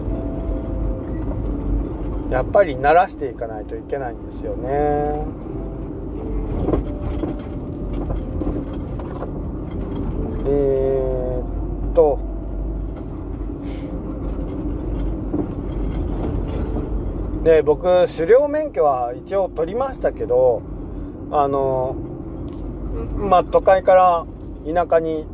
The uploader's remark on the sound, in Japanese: いなかの“夜道”。夜の山道を運転しながら、とりとめもなく喋りました。